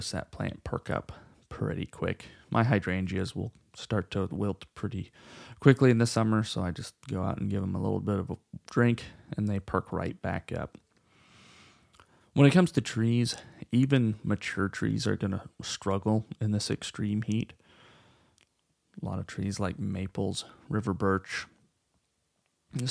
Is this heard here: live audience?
no